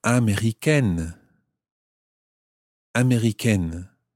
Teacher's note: the E on the end of américain takes away the nasal sound of américain and it becomes américaine.